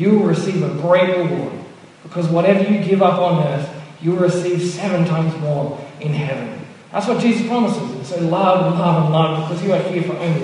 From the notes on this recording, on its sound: Apologies for the poor audio quality. Originally preached at Mitcham Baptist Church in 2015.